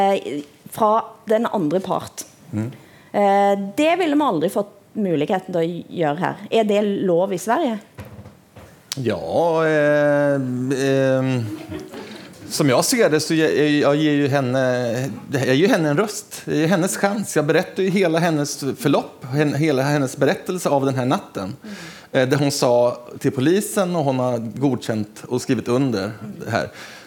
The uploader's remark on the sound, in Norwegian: Økonomifestival. Sted: Holmen bar, KÅKÅnomics 2019.